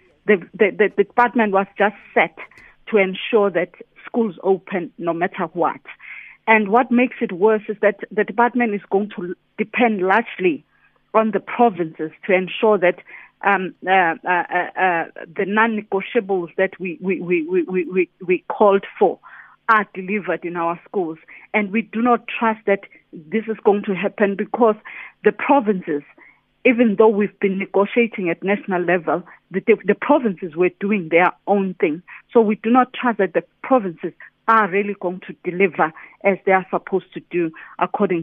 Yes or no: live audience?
no